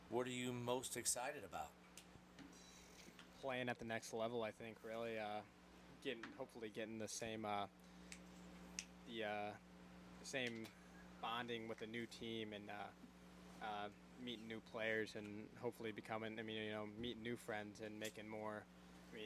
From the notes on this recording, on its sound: Bare with us this week as we struggled with sound and volume!